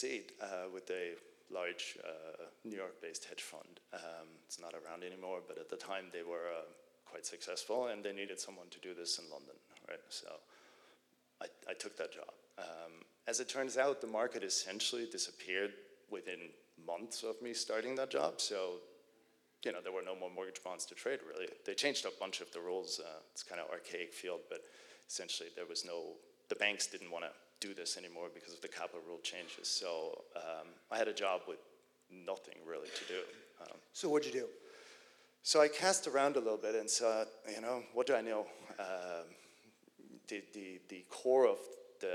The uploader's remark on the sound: live, on the stage at Reconvene '23